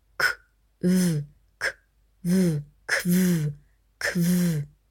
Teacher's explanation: Deshalb ist das k in der Konsonantenverbindung k auch stimmlos. Hier kommt auch nur Luft bei dem k. Das w ist stimmhaft.